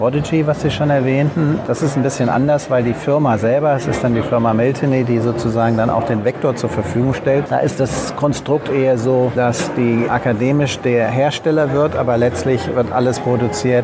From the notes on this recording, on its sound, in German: Live Interviews Teil 1 aus dem Getümmel des gut besuchten COSTEM Kongresses 2022 in Berlin